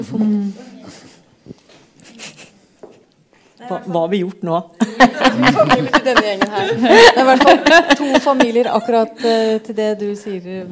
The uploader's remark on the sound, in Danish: Panelsamtale på Litteraturhuset i Bergen. Med publikum i salen.